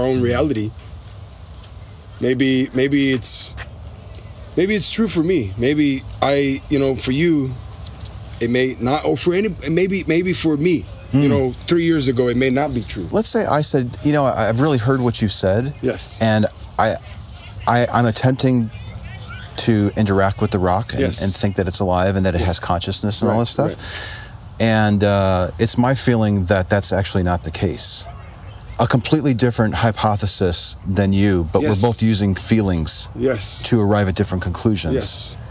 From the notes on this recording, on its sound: Location: San Antonio, Texas. Recorded w/Go-Pro.